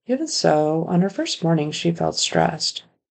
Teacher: His prosody is a little bit off. The spaces in between each phrase are a little bit too long.